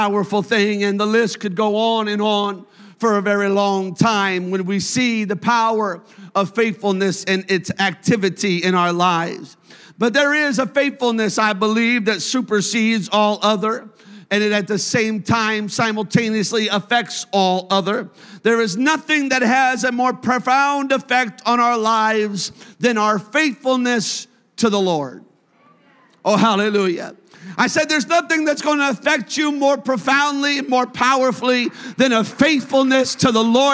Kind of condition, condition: setting, large echoing room